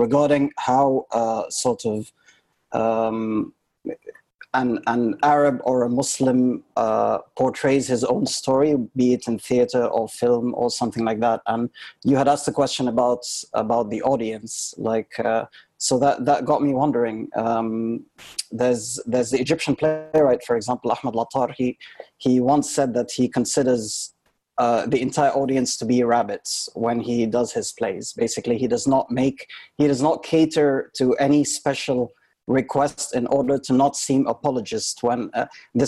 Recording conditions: video call